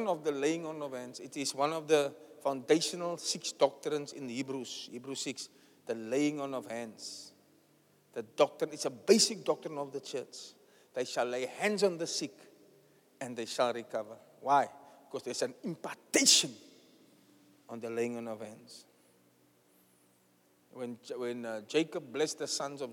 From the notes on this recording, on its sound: Preached at the Zion Sanctuary, Cape Town on the 21st May 2023